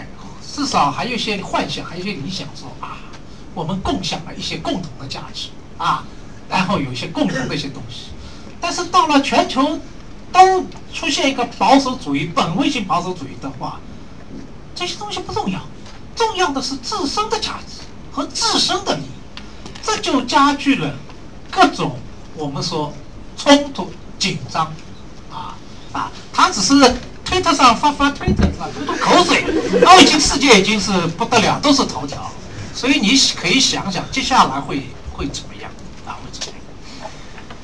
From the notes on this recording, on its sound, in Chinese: 这场年末讲座。更让现场听讲者云集。面对网上和现场的提问。